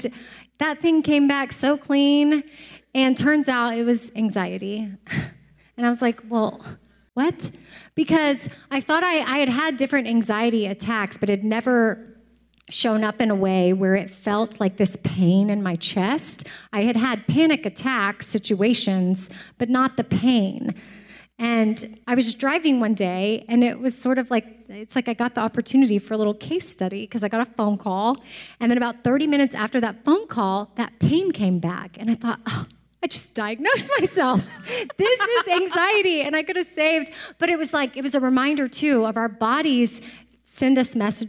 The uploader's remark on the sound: Our first ever LIVE podcast taping went down in Wichita and we had the best time!! It was so awesome to have listeners from all over Kansas join us and even cooler that some traveled from Texas, California, Oklahoma, Colorado, and West Virginia to be a part of this special evening!